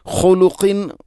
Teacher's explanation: തൊണ്ടയുടെ ഏറ്റവും മുകൾ ഭാഗം ഖാ, അതിനും തൊട്ട് അപ്പുറത്തായിട്ടാണ് ഖാഫ് · Term: ഖാ ഖാഫ്